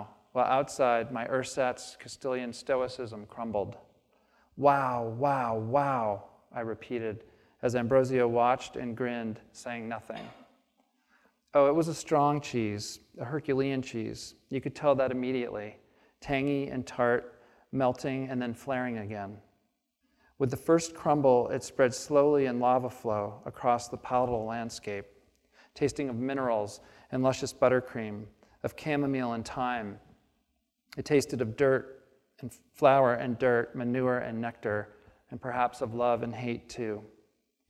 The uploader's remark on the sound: on the stage of the Traverse City Opera House